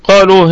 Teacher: القاف في اعلى درجات التفخيم لانها مفتوحة وبعدها الف وفيها مد طبيعي ايضا وصلا وقفا واللام فيها مد طبيعي وقفا وصلا.